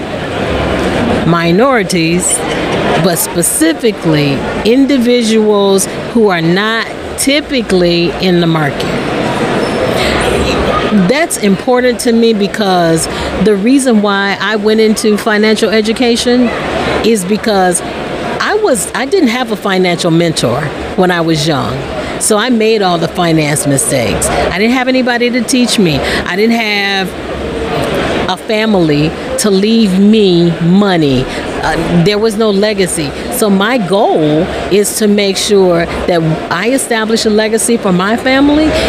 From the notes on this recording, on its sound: LIVE from the conference floors of FinCon22.